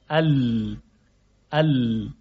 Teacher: منحرف میشه این صدا و از کناره های زبان این صدا پدید میاد · Term: صدای لام